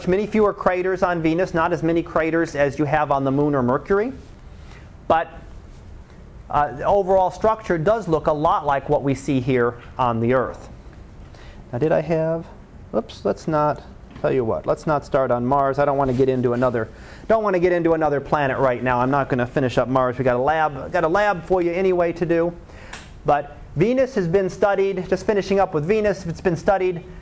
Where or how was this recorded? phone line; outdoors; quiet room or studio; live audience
live audience